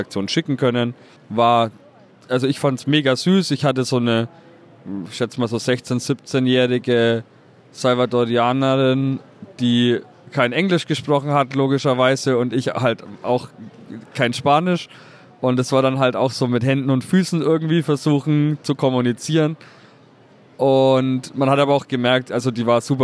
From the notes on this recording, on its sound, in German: Die Aufnahme erfolgt vom Flughafen in Toronto, weswegen die Tonqualität nicht ideal ist.